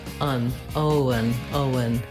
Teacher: Make sure you hold the O nice and long. And then the letters E-N say the schwa sound, and the N, un, Owen, Owen.